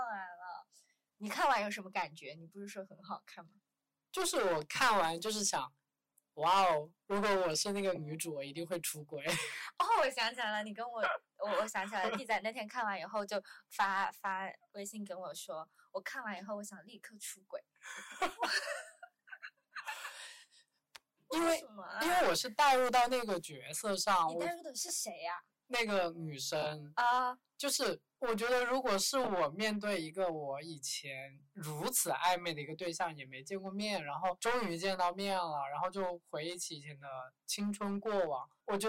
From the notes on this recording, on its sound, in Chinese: 忘记带麦克风，导致本期听感不太理想